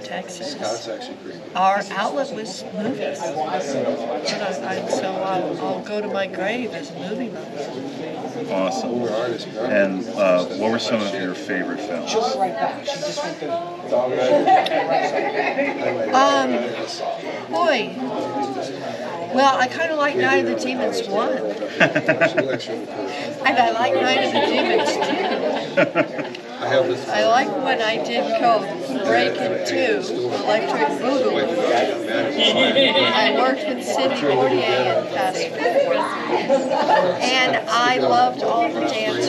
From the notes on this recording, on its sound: live from Pittsburgh's Horror Realm Con 2023